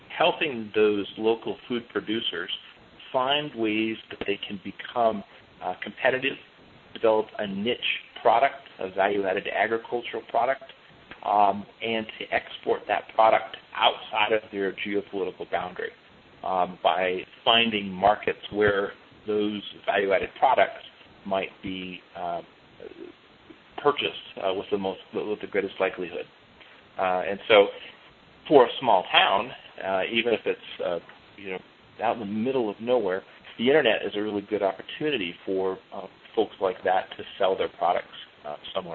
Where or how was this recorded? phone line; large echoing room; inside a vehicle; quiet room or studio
phone line